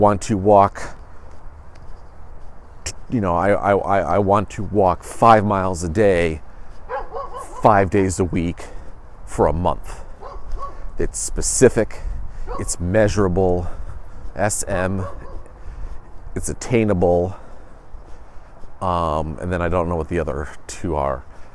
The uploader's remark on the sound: The Meander heads outside today